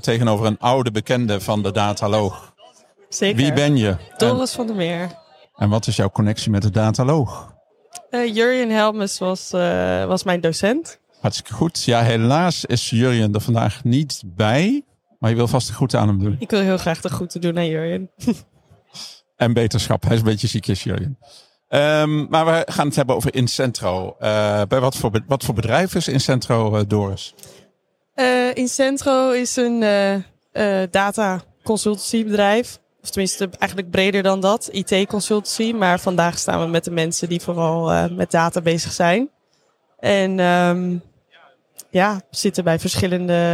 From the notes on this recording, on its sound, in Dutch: We waren met De Dataloog aanwezig op de Big Data Expo. Voor de gelegenheid hebben we een speciale PodKast gemaakt, waarmee we door de gangpaden van het evenement liepen en waarmee we de keynotesprekers direct na hun sessie wisten te strikken.